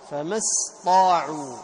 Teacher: تعطي السين الهمس وتعطي الطاء الجهر